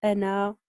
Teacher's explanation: يثبتون هذه الألف المادية، نعم، عند الوقف · Term: الإثبات عند الوقف